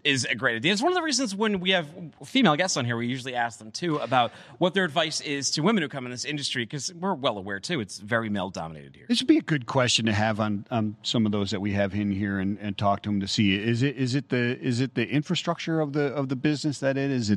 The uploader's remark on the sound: Coming to you live from Global Supply Chain Week’s maritime sessions.